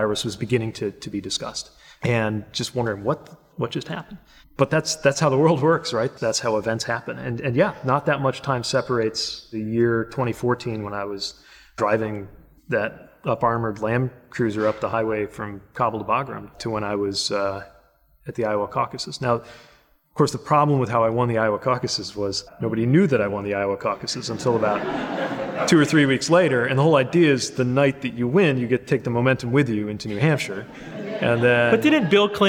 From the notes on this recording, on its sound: Recorded before an audience at the University of Richmond's Modlin Center for the Arts.